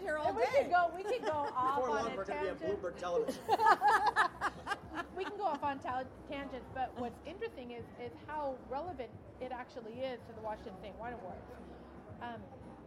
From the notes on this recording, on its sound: Chat's from the Washington State Wine Awards 2015. With on air tastings hosted by Obelisco Estate Tasting Room.